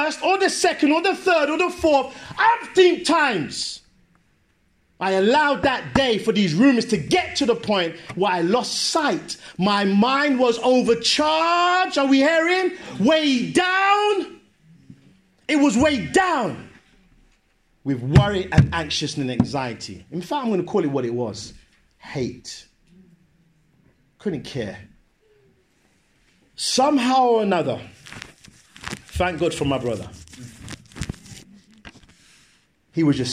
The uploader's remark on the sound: Sermon preached at Great Brikklin Street, SDA Church on January 19th 2019.